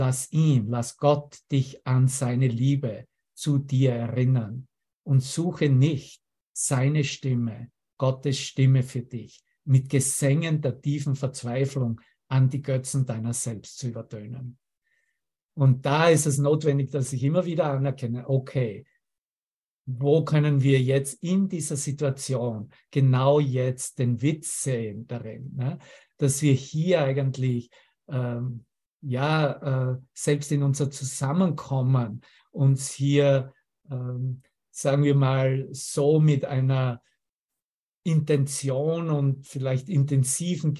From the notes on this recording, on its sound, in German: Zoom-Session. Veranstaltet von der Aleph Akademie.